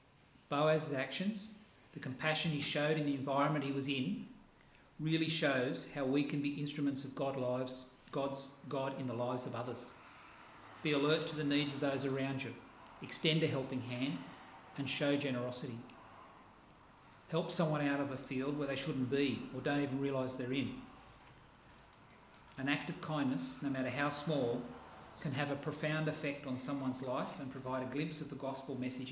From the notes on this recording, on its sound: This sermon was preached on the 6th pf August at all services at Helensburgh and Stanwell Park Anglican church.